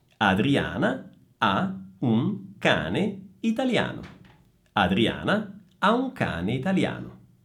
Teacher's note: in italiano il suono della vocale A è sempre aperto e bisogna proprio aprire la bocca fisicamente per far uscire questo suono aperto. E quindi non si pronuncia italiano, ma si pronuncia italiano.